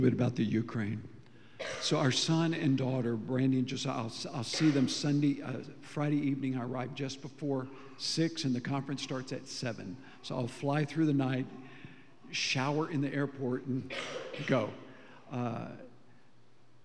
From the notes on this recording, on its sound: Recorded live during our Wednesday night service.